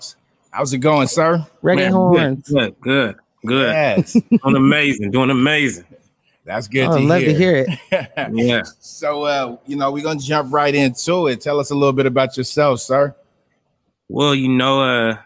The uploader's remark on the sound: we record from the last day of #SneakerWeek